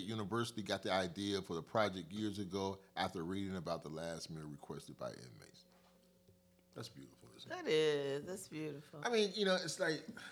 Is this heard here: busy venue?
no